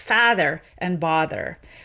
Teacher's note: If you're an authentic Bostonian, you'll say something more like father and bother, where they're actually not merged